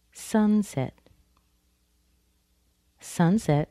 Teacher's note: Sunset is a compound noun. We stress the word sun.